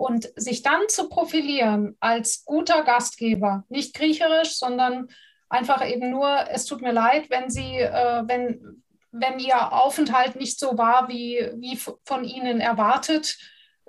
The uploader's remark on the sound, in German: Audio-Aufzeichnung des gleichnamigen interaktiven Webinars.